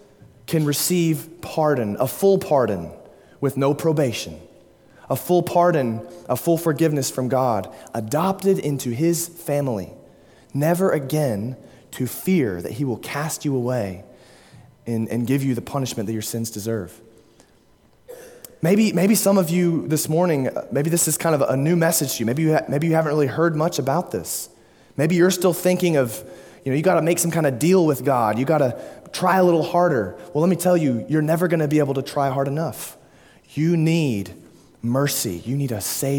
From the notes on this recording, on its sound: at Immanuel Baptist Church, Springdale, Arkansas.